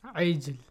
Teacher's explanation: جيم is ساكن and it's from قطب جد letters it's the rule قلقلة قلقلة or bouncing sound